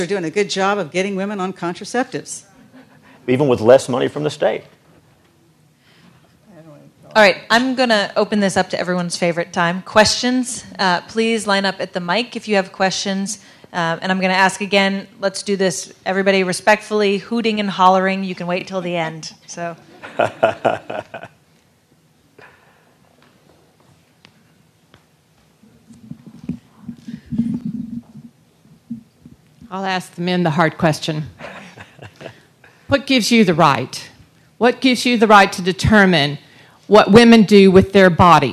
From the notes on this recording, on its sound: panel at The Texas Tribune Festival